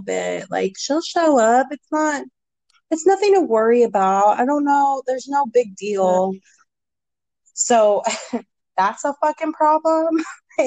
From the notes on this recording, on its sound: Our audio is a bit rough with this one